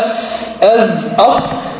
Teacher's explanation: ردي بالك، هناك بعض الصور موجودة على الانترنت يقول لك مع الثنايا العليا، وهذا خطأ. إنما يتولد الصوت بين طرف اللسان والثنايا السفلى والثنايا العليا · Term: حروف الصفير